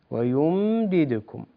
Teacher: نسكن الميم التي بعد الياء ولا نقلقلها، ويمددكم ولا تقولي ويمددكم، لا يصح، ويمددكم.